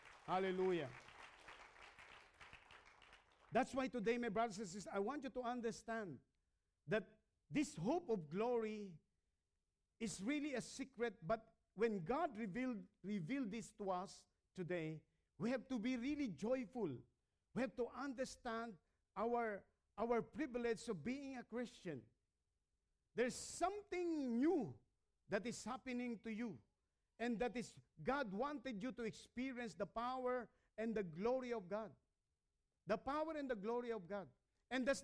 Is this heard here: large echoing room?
yes